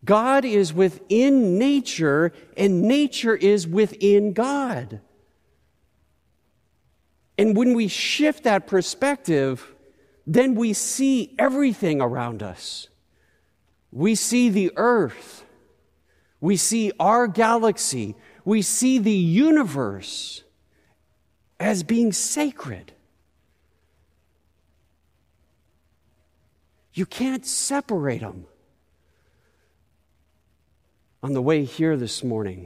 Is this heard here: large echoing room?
yes